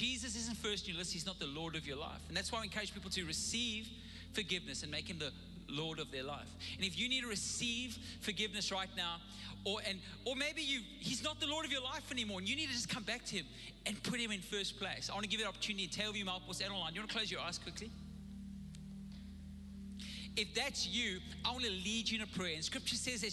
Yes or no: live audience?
yes